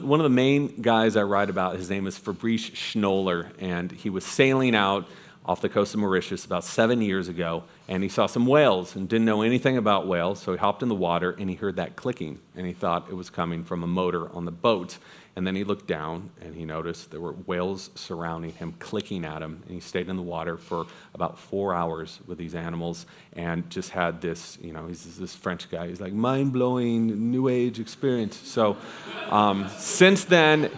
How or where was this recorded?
busy venue